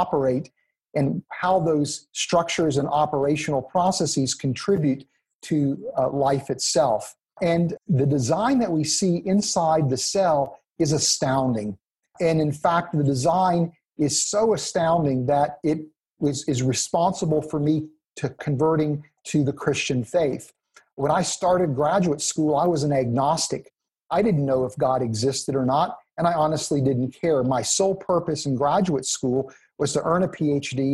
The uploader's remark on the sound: 2020 Zoom Conference